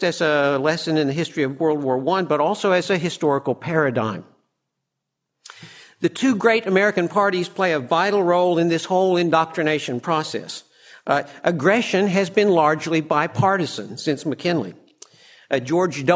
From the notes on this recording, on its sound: From the session on "The Changing and Permanent War Parties," presented at the Austrian Economics Research Conference. At the Ludwig von Mises Institute in Auburn, Alabama.